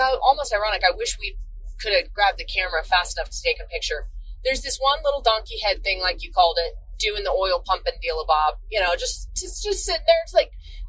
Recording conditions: inside a vehicle